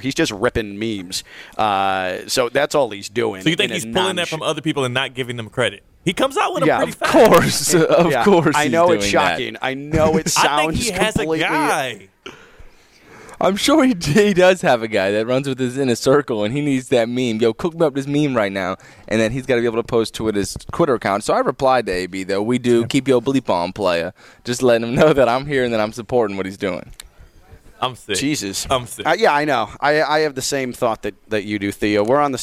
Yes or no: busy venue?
yes